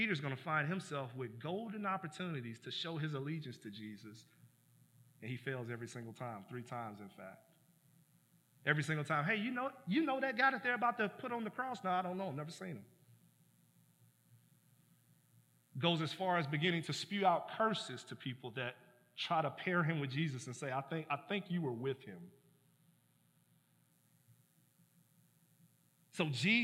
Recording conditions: large echoing room